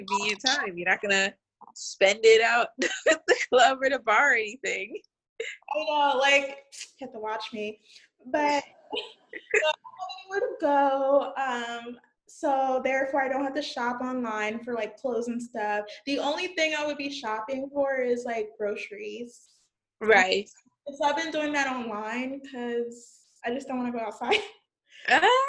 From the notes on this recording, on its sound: We are recording on Zoom! Since being quarantined, we’ve been coming up with new ways to deliver content from our homes to yours.